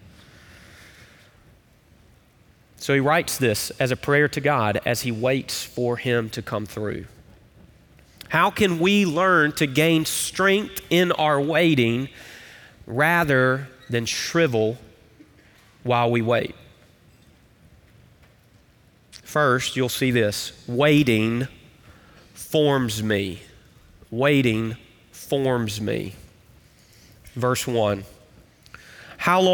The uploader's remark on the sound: Recorded live at Brookwood Church.